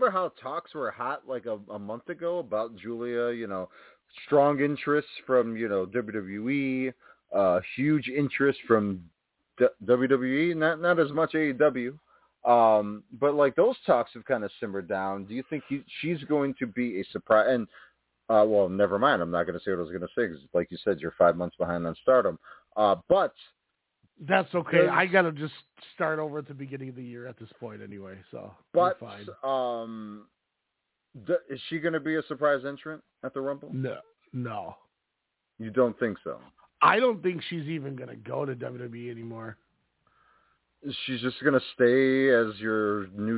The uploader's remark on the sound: We are live with so much to discuss, we said screw the run sheet, it's out the door! The phone lines are open.